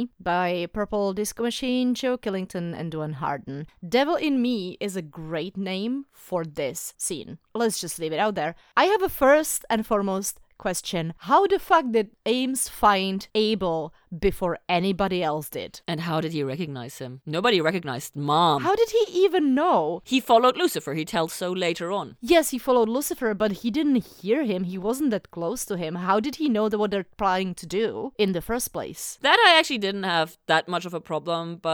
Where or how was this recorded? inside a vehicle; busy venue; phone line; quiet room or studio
quiet room or studio